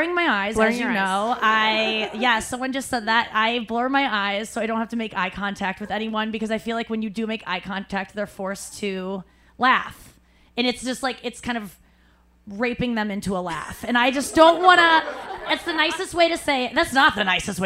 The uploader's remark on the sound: … and did a Live Pod from Joe's Cafe.